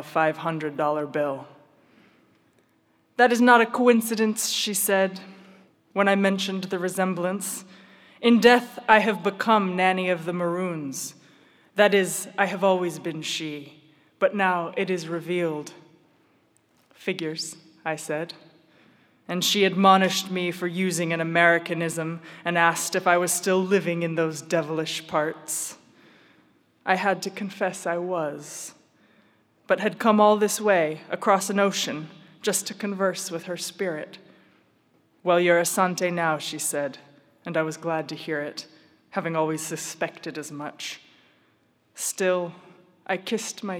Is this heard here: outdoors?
no